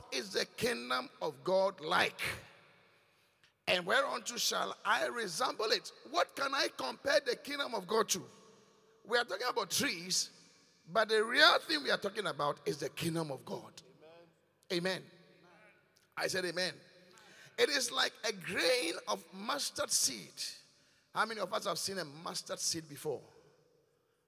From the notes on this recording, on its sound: Preached at The Qodesh